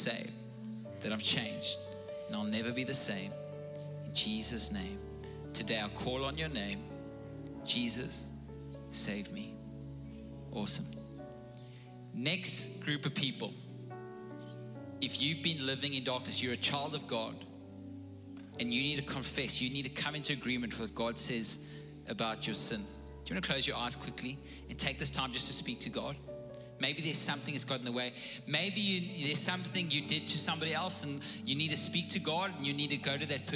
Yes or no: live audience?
yes